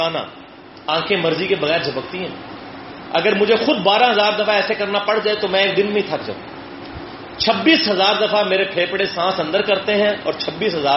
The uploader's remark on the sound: Audio Recorded in Quaid-e-Azam University Islamabad on 19-May-2016